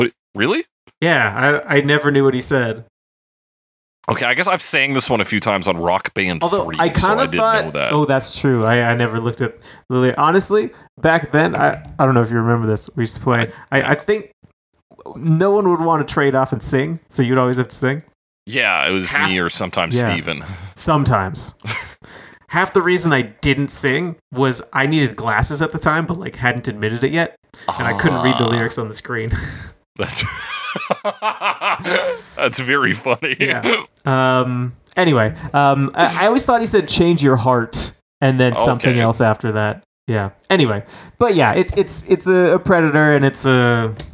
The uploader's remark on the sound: I still can't get my audio right.